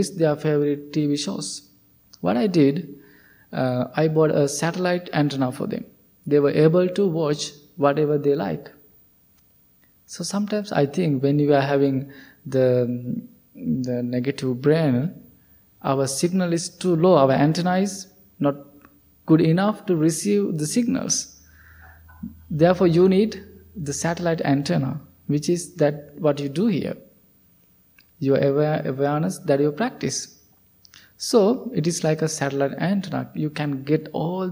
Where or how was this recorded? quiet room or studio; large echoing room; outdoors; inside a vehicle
large echoing room